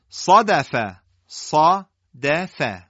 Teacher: شما صاد میبینید درشته، دال و فا استفال دارن، حالت ترقیق دارن، نازک ادا میشن. تفخیم در صاد مشخصه، ترقیق در دال و فا در کلمه صادفه معلومه.